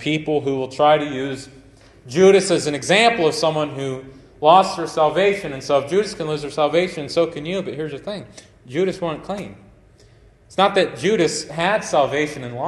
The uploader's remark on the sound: Preached at Grace Baptist Tiffin Ohio on 7/30/2023